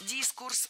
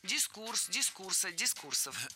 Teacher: Ударение ставим на второй слог и оставляем его там во всех формах. · Shown in: second take